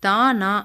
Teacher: தா, நா ஆகியவற்றை நுனி, நா மேற்பல்லின் உட்புறத்தை பொருந்த உச்சரிக்கின்றோம். அதனால் இவற்றை பல் ஒலிகள் என்பர்.